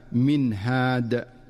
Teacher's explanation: فالنون الساكنة جاءت بعدها الهاء فتظهر النون إظهارا واضحا من مخرجها دون مبالغة أو تكلف · Term: الإظهار